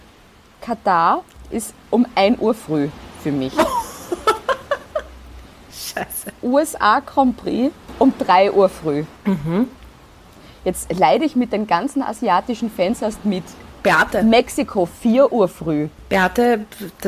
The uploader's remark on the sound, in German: Hintergrundgeräusche gibts oben drauf